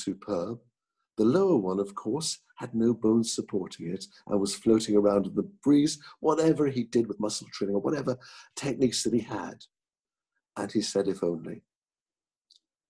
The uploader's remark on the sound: This podcast was recorded via Zoom